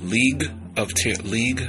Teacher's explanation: I'm putting too much of an emphasis on the G.